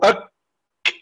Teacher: فأولا يكون انحباس وهو الشدة وبعده جريان وهي الهمس